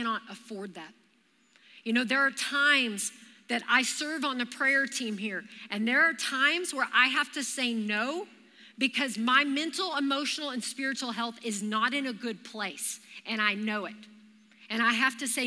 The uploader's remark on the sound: Recorded live during our Wednesday night service